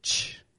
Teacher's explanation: So the T sounds like a CH and the R gets the stressed R movement